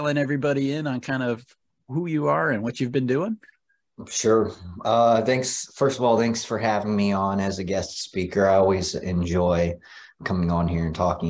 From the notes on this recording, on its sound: 3rd Annual Virtual Aquaponic Cannabis Conference held on Jan 14 - 15th 2023 featuring speakers from around the world.